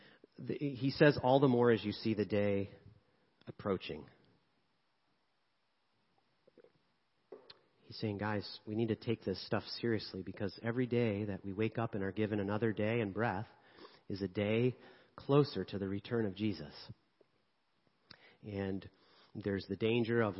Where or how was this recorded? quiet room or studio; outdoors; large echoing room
large echoing room